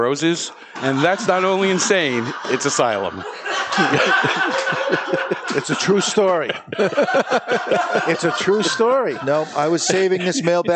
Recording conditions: live audience